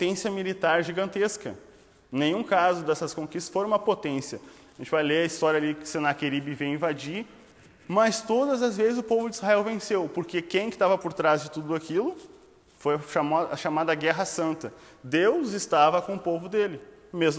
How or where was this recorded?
live audience